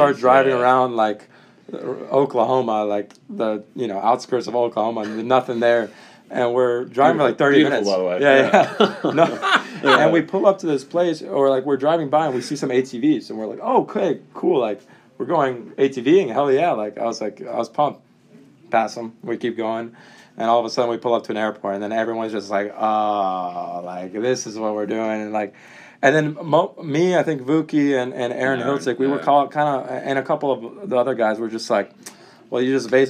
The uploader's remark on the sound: live on location at the Delray Beach Open